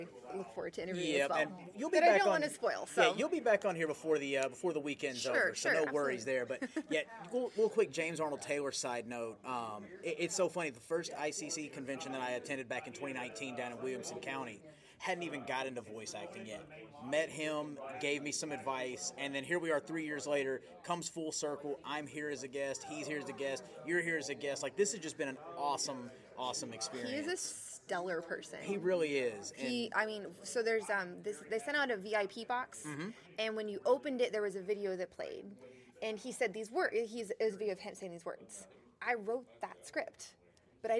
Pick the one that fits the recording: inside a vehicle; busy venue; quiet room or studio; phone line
busy venue